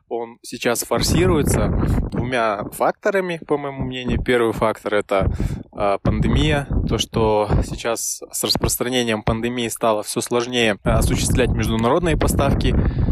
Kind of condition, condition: fault, wind noise